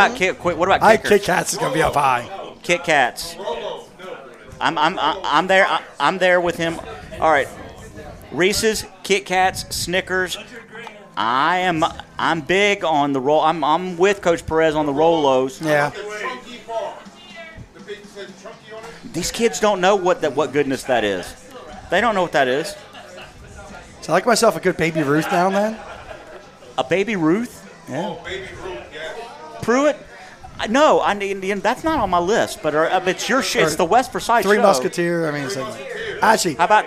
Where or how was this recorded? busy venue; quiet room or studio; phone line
busy venue